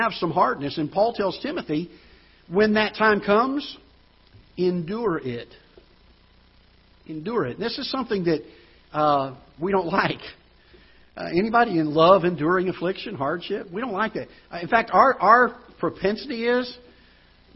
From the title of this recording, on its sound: Ketha Heights Baptist Church ~ Live Broadcast